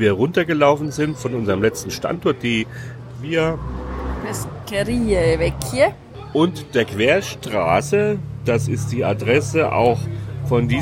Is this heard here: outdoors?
yes